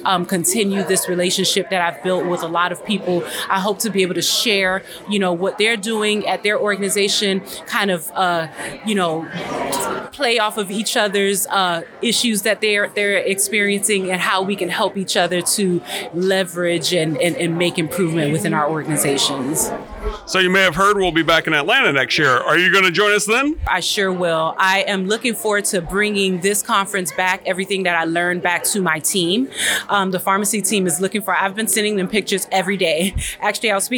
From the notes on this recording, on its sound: spoke with “Problem Solved” during the Healthcare Systems Process Improvement Conference 2024